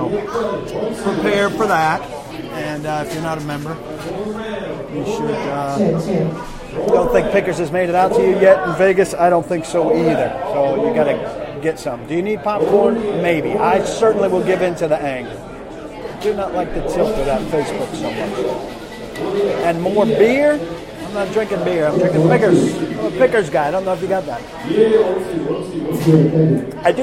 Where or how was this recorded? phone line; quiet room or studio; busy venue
busy venue